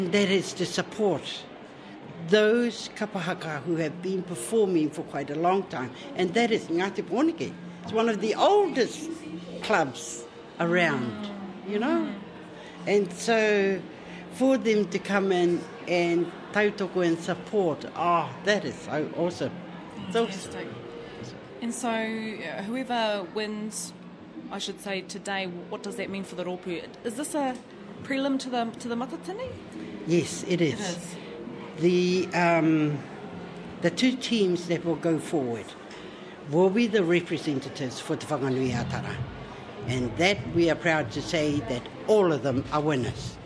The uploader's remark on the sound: Backstage at the recent Regional Kapahaka competitions in Wellington.